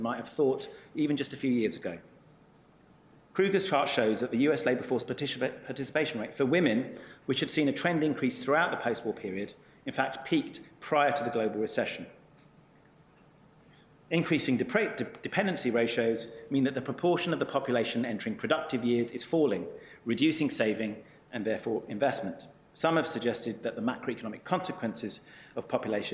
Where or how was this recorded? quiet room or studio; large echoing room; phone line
large echoing room